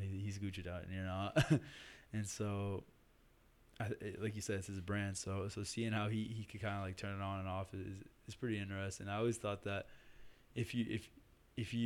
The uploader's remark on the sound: Sorry about the lack of time stamps and quieter audio on this episode. We worked with an out-of-house producer on this episode.